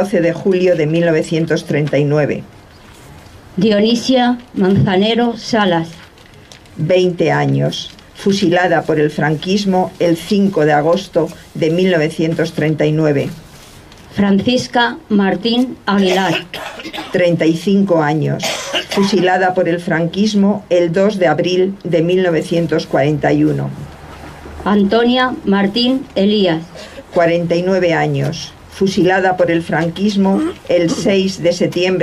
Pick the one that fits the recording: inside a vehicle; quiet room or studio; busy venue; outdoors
outdoors